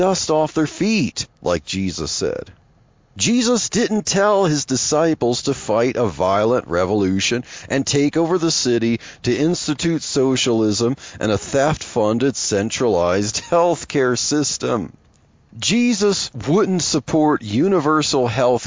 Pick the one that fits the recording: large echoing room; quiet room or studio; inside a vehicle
inside a vehicle